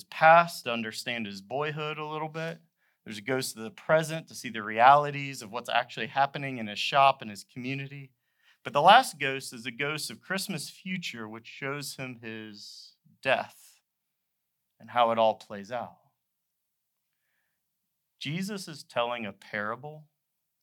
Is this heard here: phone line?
no